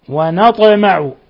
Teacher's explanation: الطاء ساكنة فتقلقل لأنها من الحروف المقلقلة، من حروف قطب جد.